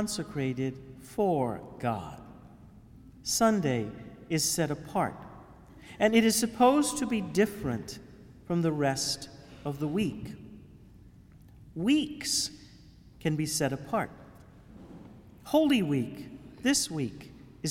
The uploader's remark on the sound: Homily for the Holy Thursday Chrism Mass given at the Cathedral of St Francis de Sales in Houma.